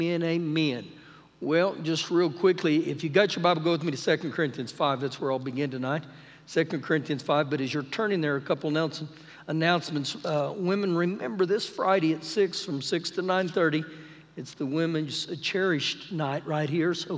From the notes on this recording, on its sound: Recorded live during our Wednesday night service